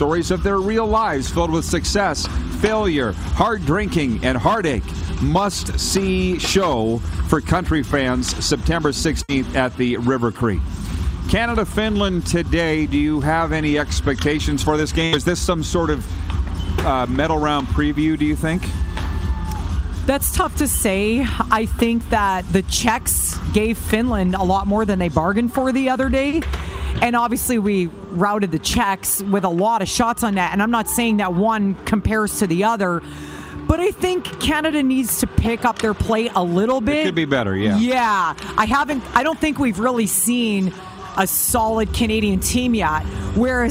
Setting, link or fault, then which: setting, busy venue